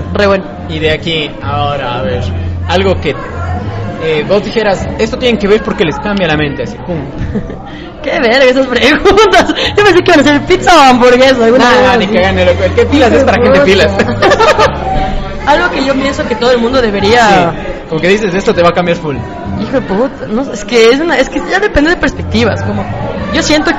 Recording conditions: background noise